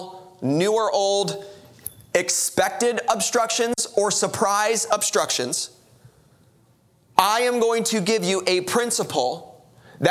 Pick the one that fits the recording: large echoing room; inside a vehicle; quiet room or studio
large echoing room